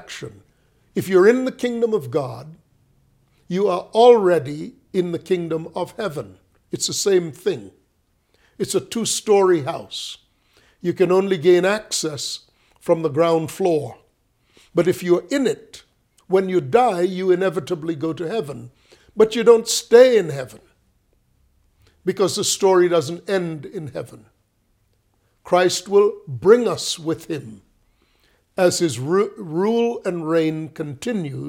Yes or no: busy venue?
no